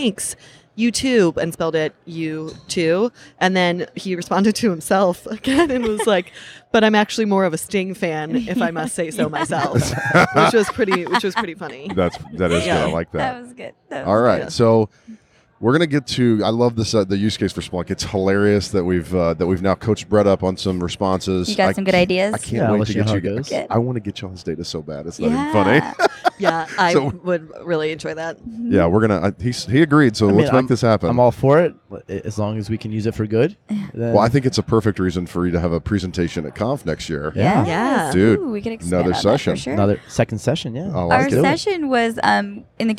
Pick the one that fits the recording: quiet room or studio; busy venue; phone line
busy venue